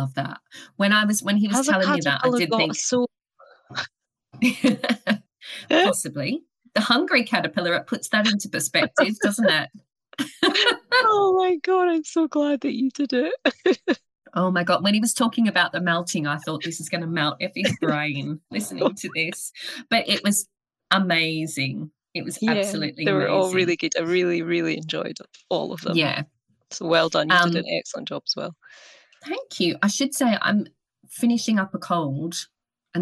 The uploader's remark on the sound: We recorded this one on Zoom so it's a little bit glitchy this month.